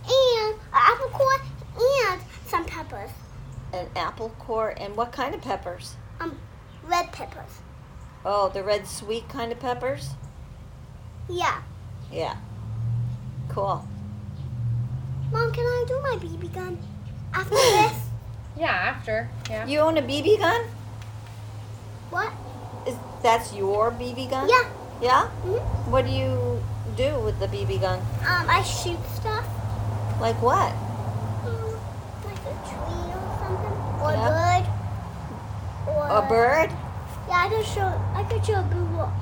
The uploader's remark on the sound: My microphone is still broken so enjoy the background noise.